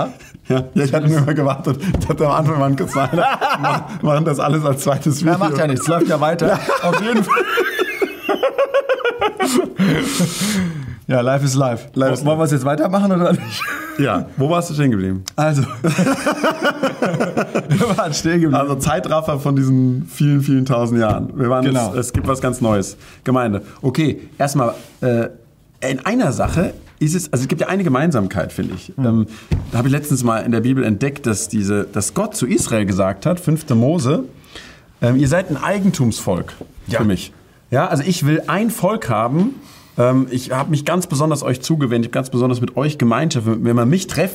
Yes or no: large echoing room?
no